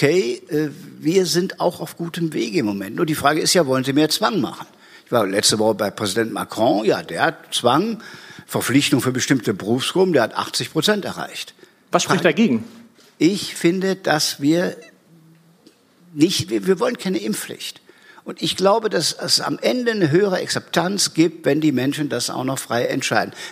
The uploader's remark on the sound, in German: Beim EuropaAbend des AGA Unternehmensverbandes. Vor Publikum zu befragen.